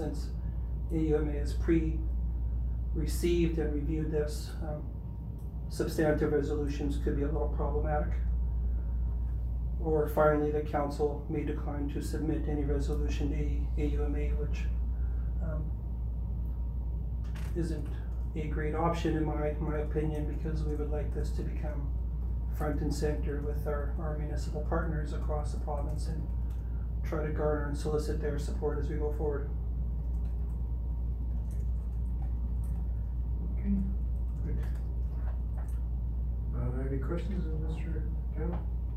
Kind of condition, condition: setting, large echoing room